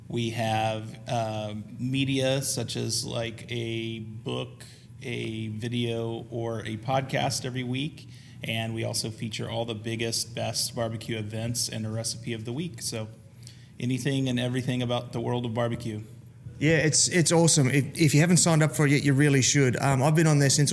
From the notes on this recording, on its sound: In this episode I once again head to the Marriott in downtown Kansas City again for the second Day of the NBBQA Conference. Not only was I able to record a series of killer interviews, but you’ll also find the recording of the Excellence Awards Ceremony where the who’s-who of BBQ were recognised for all their hard work.